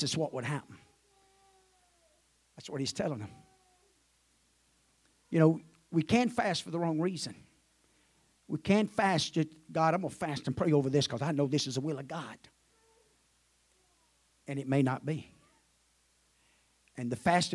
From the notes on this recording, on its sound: At the First Jesus Name Church of Benndale on the Sunday morning of 7 - 16 - 2023. At the First Jesus Name Church of Benndale on the Sunday morning of 7 - 16 - 2023.